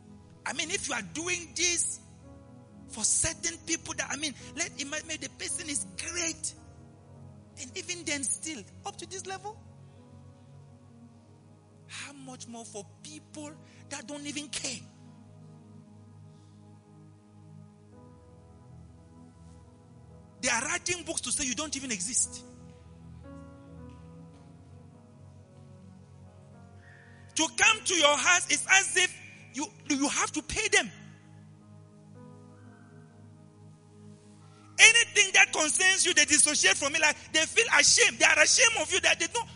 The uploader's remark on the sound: LIVE AT ABC KHALANYONI